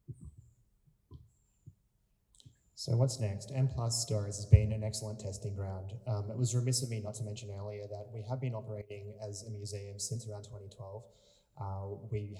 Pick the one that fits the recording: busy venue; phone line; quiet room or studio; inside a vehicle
busy venue